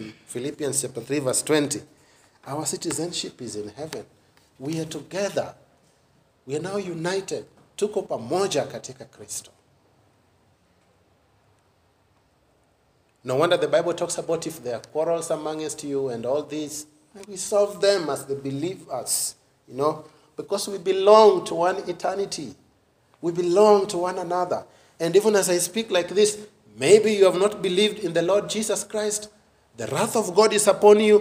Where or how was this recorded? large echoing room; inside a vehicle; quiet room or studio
large echoing room